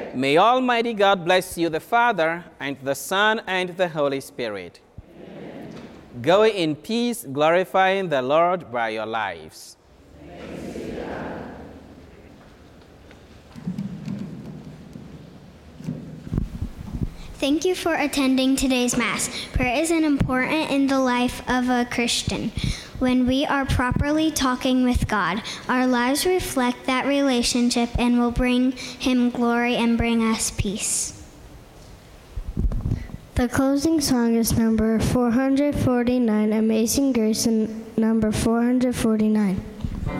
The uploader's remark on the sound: School Mass